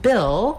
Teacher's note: the vowel ih, which is a lax high front vowel. Basically, that's the same vowel sound that's in did.